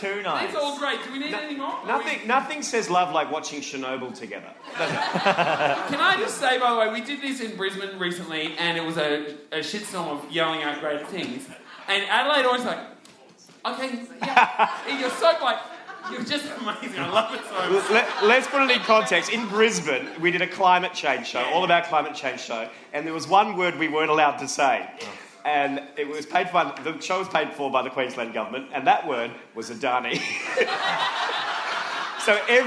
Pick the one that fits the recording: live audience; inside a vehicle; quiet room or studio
live audience